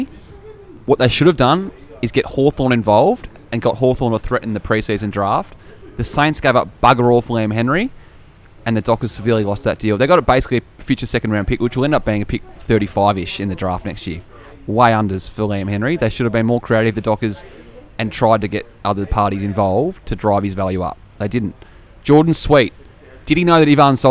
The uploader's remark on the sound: Join us live from the pub for our season finale!